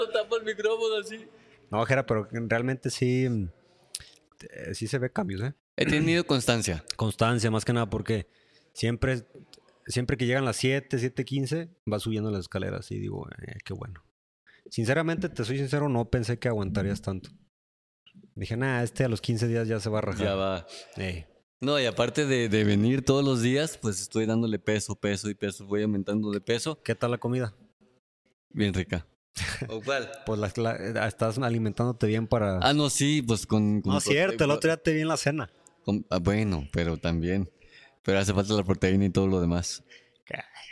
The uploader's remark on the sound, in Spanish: El episodio 25 de este podcast fue grabado totalmente en vivo desde las instalaciones de Marín Fitness Center.